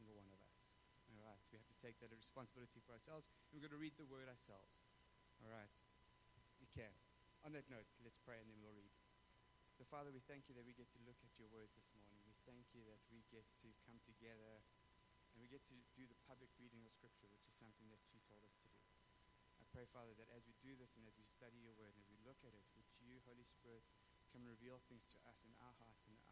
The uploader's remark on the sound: We apologize for the low sound quality, the issue will be resolved for the next recordings.